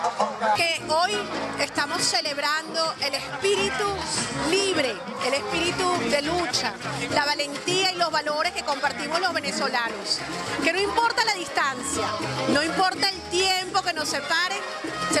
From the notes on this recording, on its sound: ON THE STREET. FESTIVIDAD DE LA INDEPENDENCIA DE VENEZUELA 2013.